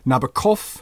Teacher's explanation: Frenchmen, of course, say Nabokov with the accent on the last syllable